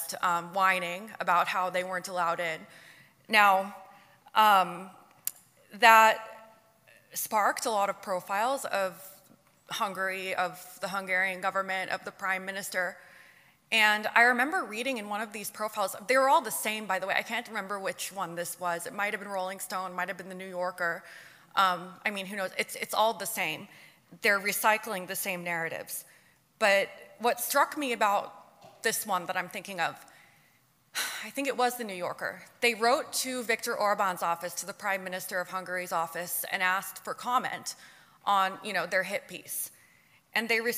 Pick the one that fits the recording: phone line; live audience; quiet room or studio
live audience